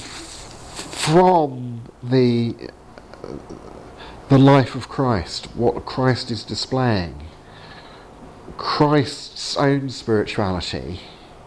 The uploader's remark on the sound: Training seminar at Highfield Church, Southampton, October 2019